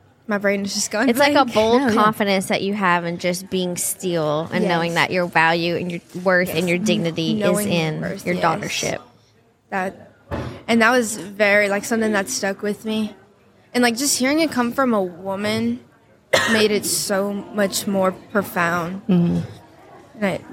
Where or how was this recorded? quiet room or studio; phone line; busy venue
busy venue